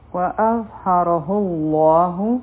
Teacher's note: د ضا مخرج د زال په شان دی په دې کې زمونږ جبه د برغاښونو د لاندې راځي لیکن دا مونږ غټ وایو زال نری حرف دی او ضا غټ حرف دی داسې وایو